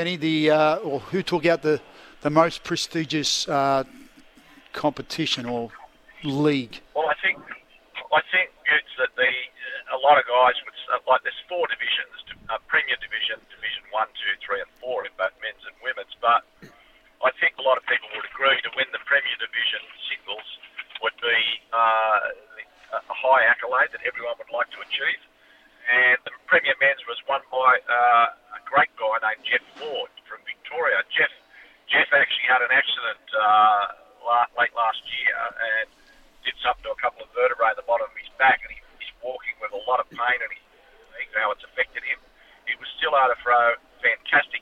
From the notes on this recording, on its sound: live from Gosford sailing club